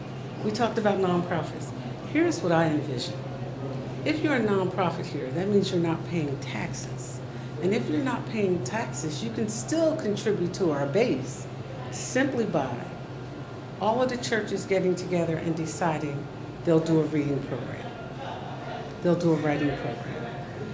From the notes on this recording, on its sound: Recorded at Starbucks in Trenton NJ.